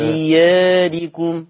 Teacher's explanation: الألف في دياركم مقللة قولا واحدا نعم لأنه جاء بعد الألف راء مكسورة